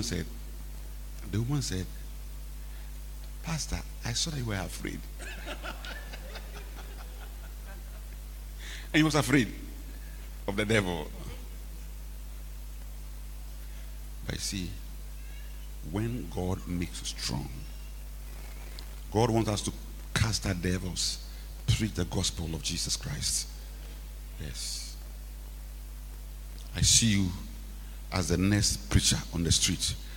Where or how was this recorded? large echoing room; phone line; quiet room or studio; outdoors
large echoing room